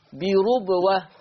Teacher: ورش يقرأ بضم الراء